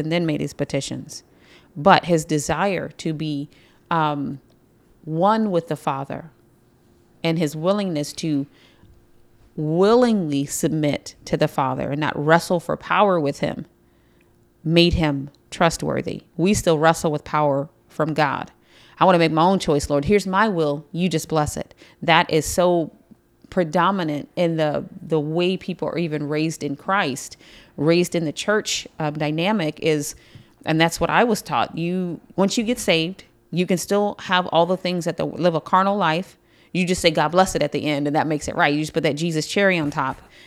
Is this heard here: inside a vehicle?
no